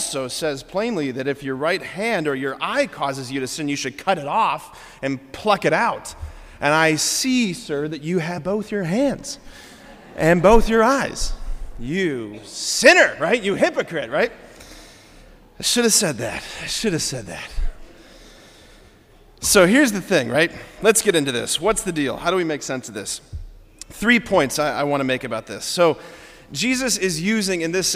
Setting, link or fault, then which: setting, large echoing room